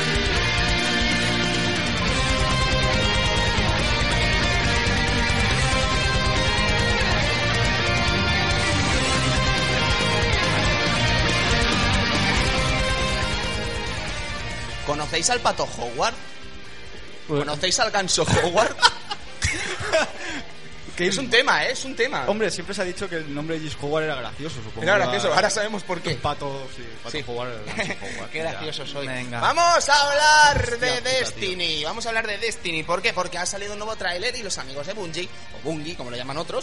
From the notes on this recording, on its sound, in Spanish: Programa en directo desde el evento ElcheJuega 2013. Gran experiencia, mucha buena gente allí reunida.